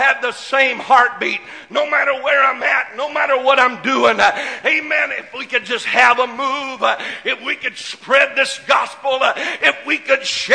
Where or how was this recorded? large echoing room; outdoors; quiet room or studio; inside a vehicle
large echoing room